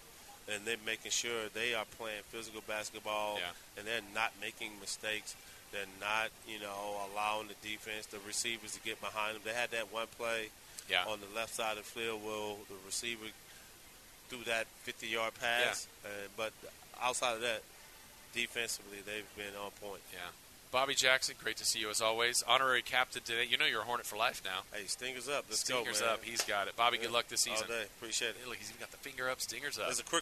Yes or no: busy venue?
yes